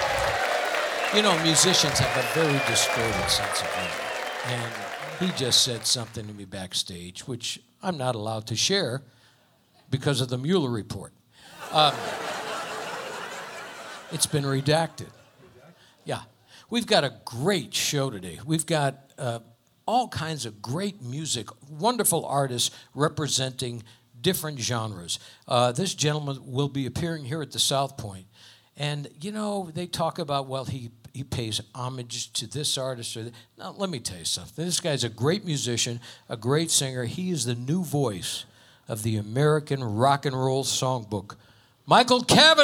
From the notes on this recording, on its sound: Live at the SouthPoint Casino